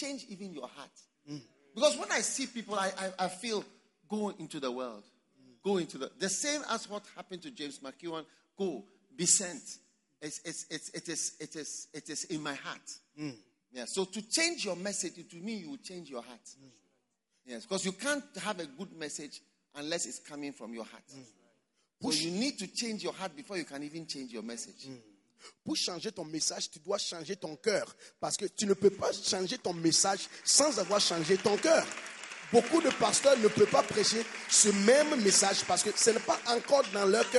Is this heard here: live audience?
yes